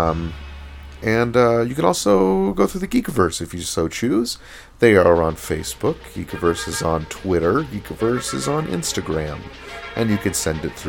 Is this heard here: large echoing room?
no